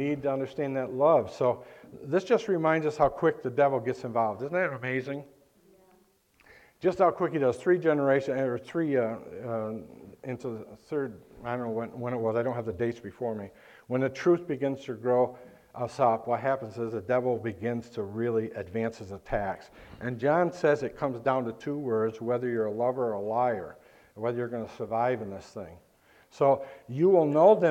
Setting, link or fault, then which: setting, large echoing room